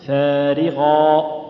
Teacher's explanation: الألف تلاحظ أنها سبقت بفاء نرققها، غاء سبقت بغين نفخمها